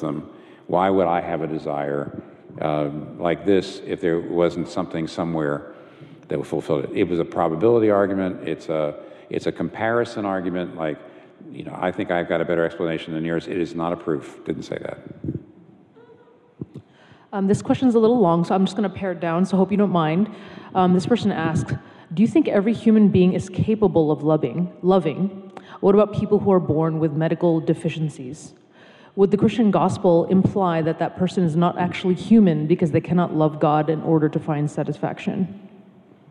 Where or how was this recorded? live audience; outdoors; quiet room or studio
live audience